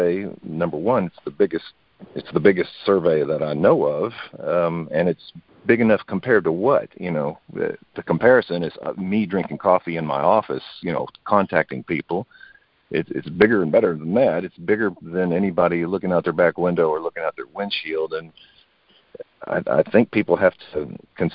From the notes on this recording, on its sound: Monthly Conference Call